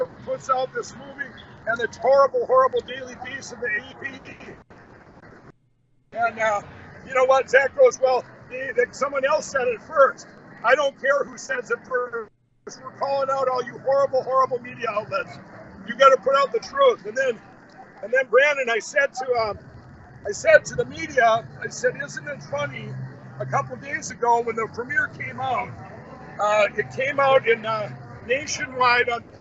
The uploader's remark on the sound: Reports Live From Behind The Scenes At President …’s Pennsylvania Rally